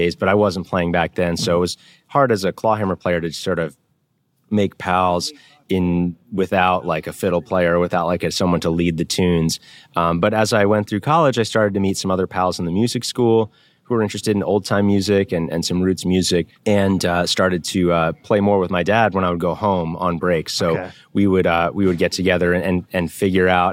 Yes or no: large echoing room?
no